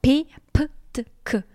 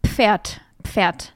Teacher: sie werden mit sehr viel Kraft im Deutschen ausgesprochen. Das heißt, ihr atmet dabei sehr stark aus, habt gesamtkörperlich sehr viel Spannung und spannt auch an den jeweiligen Artikulationsstellen sehr stark an. · Term: stimmlose Plosivlaute